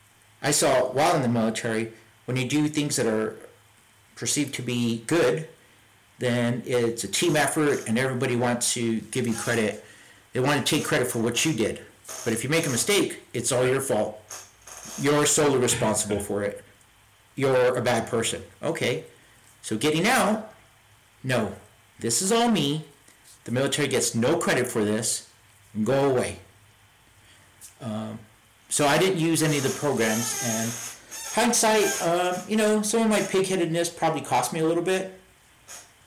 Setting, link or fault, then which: fault, poor sound quality